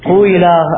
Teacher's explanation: الكسر مع ضم الشفتين سيخرج بما رائحته ضم ويسمي ذلك إشماما